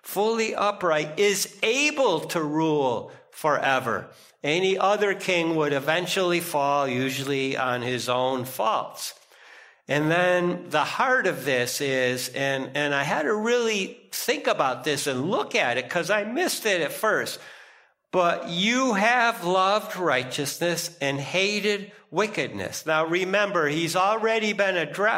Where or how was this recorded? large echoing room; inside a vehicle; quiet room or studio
large echoing room